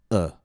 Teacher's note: The vowel is reduced, it's made shorter, and usually we use the vowel sound uh, the schwa. · IPA: ə